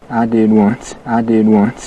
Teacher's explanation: Listen to the vowel in one and once, how it's all the way back in his mouth.